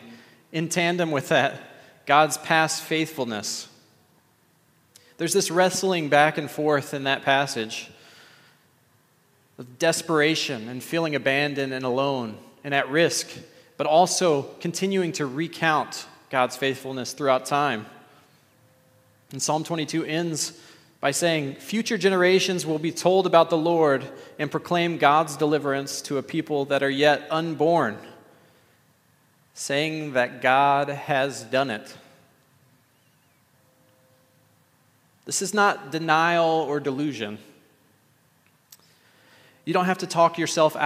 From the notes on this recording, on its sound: at The Table worship gathering on Sunday, May 14th, 2023